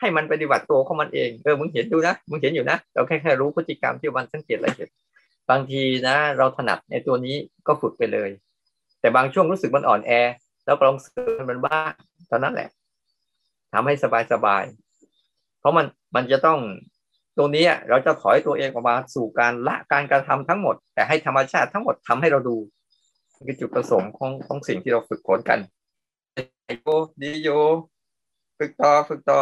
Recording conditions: video call